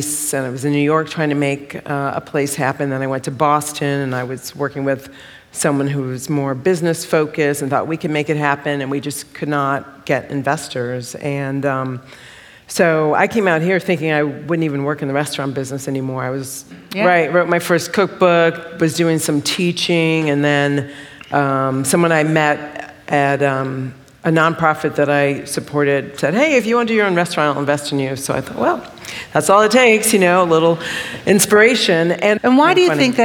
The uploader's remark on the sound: This episode is an excerpt from The View From The Kitchen panel event hosted by the New York Times and Yerba Buena Center for the Arts